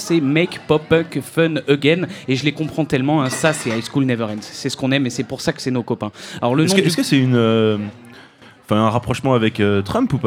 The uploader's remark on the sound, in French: Enregistrée par HRZ Records. Cette émission a été enregistrée au Keystone Pub à Clermont Ferrand.